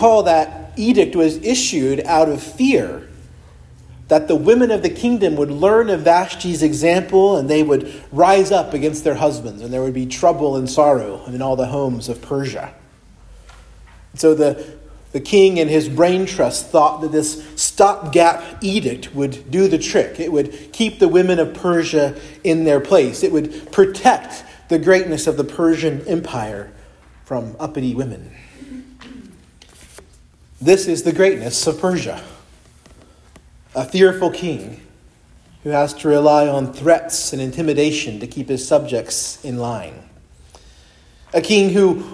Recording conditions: large echoing room